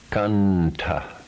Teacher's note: Followed by a cerebral consonant, pronounced na, or in this case, n.